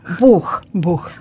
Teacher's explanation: в конце слова «Бог» нужно произносить не звук «к», а звук «х»